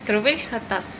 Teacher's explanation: Там 5 согласных подряд идет. Гласные появляются только в окончании.